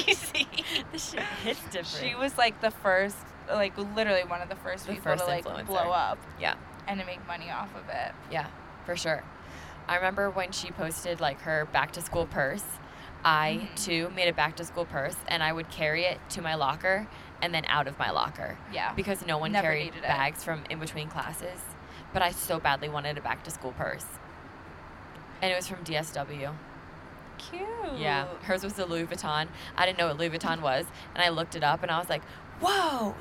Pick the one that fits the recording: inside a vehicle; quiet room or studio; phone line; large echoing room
inside a vehicle